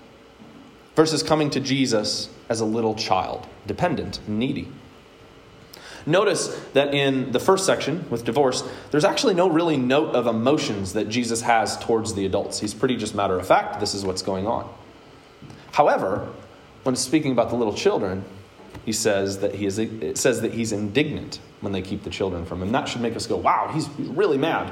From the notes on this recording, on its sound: Today's word of encouragement comes from a sermon I preached at Hope Evangelical Free Church on October 3rd, 2021.